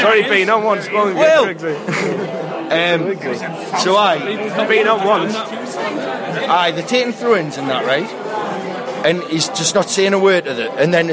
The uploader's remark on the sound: met at the Hilton